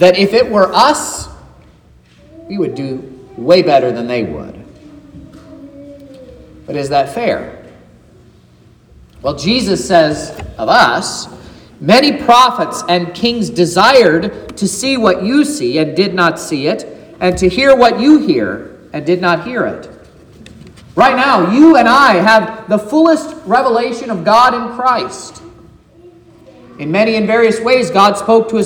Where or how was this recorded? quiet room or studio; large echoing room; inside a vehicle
large echoing room